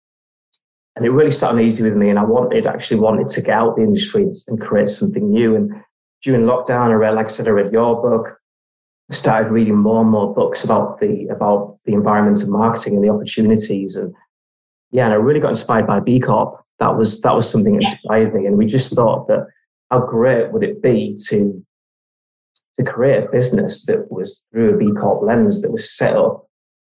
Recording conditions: video call